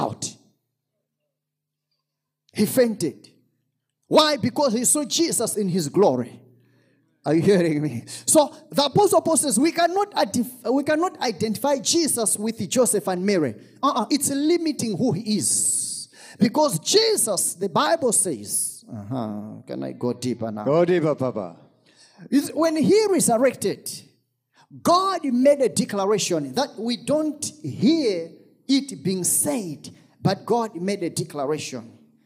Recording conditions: large echoing room